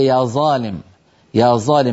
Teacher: هذا الصوت أز عند المحدثين هو ظاء عامية خاصة في الشام ومصر